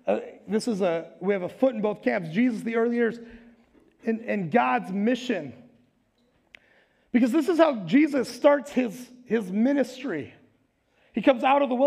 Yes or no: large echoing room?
yes